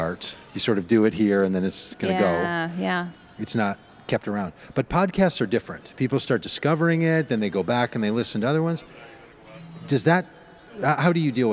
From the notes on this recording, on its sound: At the Wild Goose Festival in North Carolina in July of 2023.